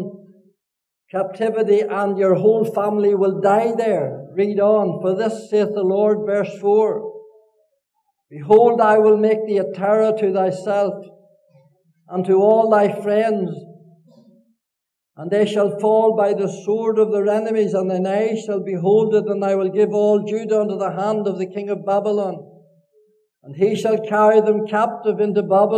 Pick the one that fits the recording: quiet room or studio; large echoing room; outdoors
large echoing room